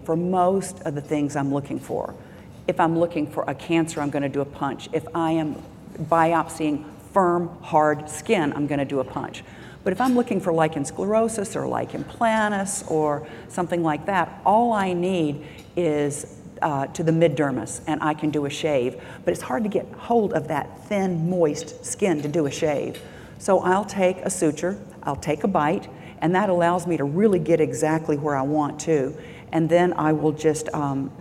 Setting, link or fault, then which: setting, large echoing room